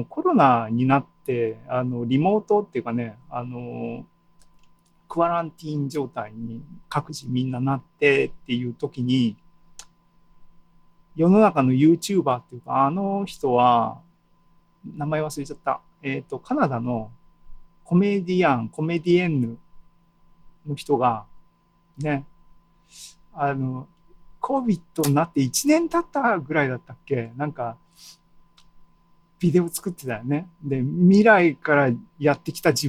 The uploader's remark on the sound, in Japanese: ２０２２年７月２７日に開催した ZOOMライブの模様です。